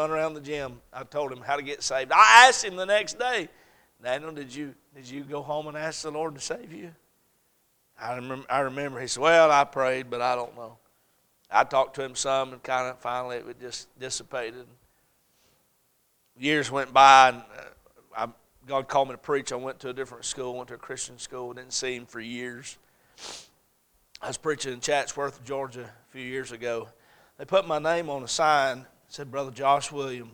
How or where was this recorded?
large echoing room